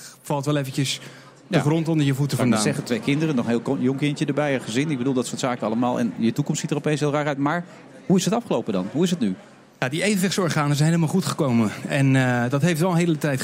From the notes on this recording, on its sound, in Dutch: We zenden live uit vanaf het CHIO in Rotterdam.